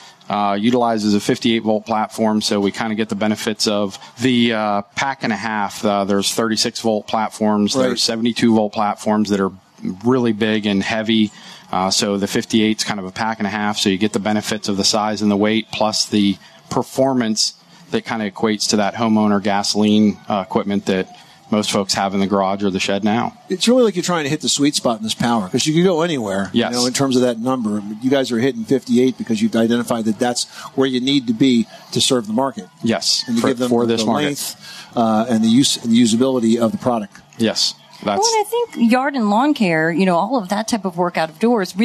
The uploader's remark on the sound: Live from the 2018 National Hardware Show